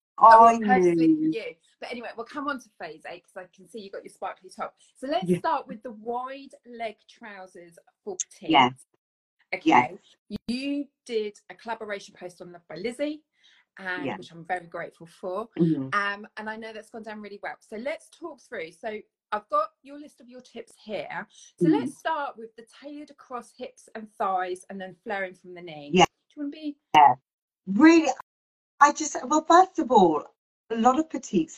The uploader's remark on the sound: The chat is live so the audio will vary.